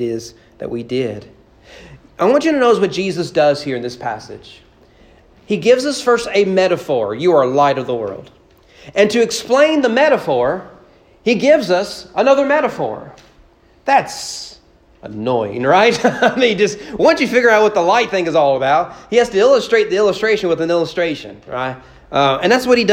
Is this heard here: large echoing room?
yes